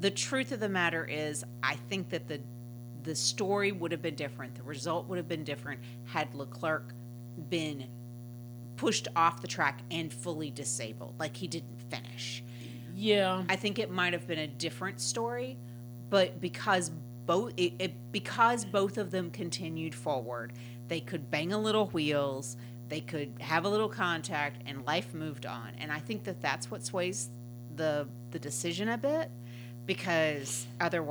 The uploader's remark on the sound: The bad news is that we still have the background hum in the recording. We’re pretty sure we now know what is causing it and we’re spending the coming week refreshing our podcasting setup in order to take care of the issue.